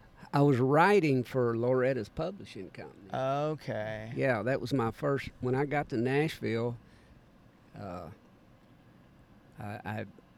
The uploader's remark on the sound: This time they caught up at Suwannee Roots Revival in Live Oak, FL.